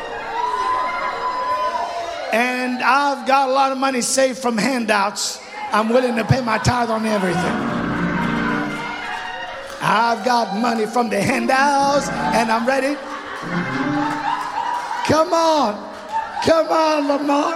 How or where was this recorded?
large echoing room